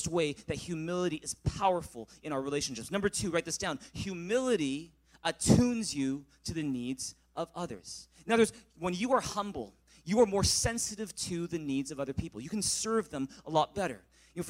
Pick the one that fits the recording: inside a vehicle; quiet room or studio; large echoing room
large echoing room